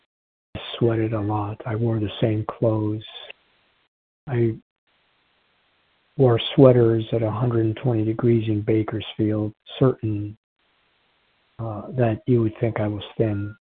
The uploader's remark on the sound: from the 100 Pounders Phone Meeting, 9/28/23